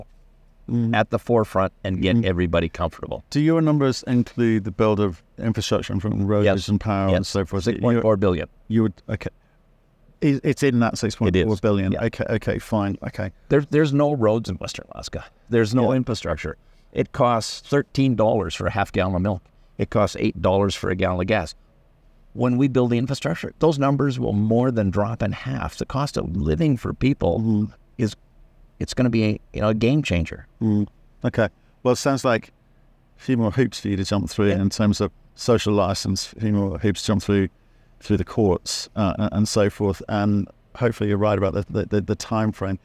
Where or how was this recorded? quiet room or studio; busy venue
busy venue